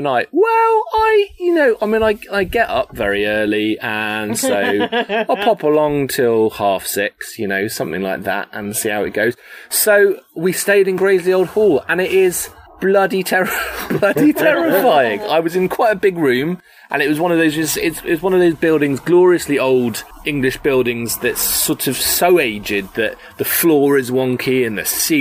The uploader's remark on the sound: As we are recording in gardens the sound quality is not our usual Studio sound and will have added sound effects like neighbors, birds, motorbikes, and this time even a construction site.